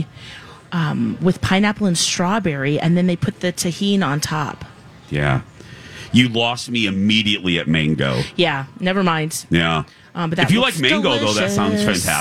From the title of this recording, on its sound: At The MN State Fair